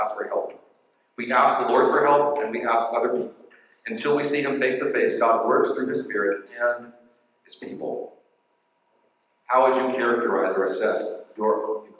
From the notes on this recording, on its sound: We apologize for the less than standard audio quality as we had to use our backup recording because of technical difficulties.